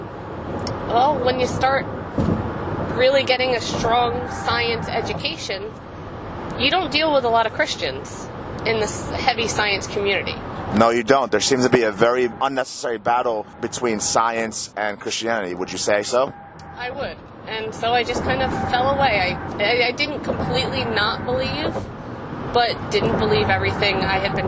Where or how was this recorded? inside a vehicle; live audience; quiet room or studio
inside a vehicle